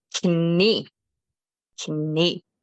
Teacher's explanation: So contrary to English, we do pronounce the K when it is in front of an N. So it's pretty much written the same, except we do pronounce the K.